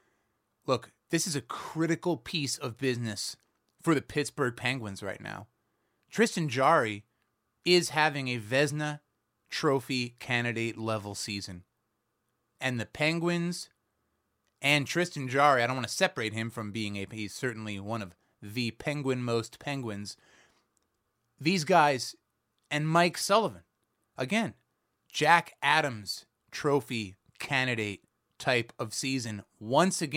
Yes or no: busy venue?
no